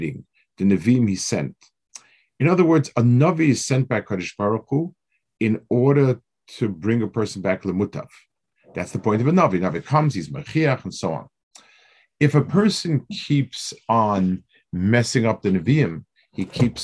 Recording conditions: video call